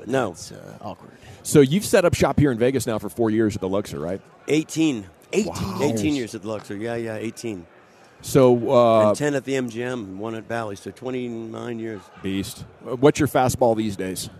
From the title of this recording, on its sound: live from Super Bowl Radio Row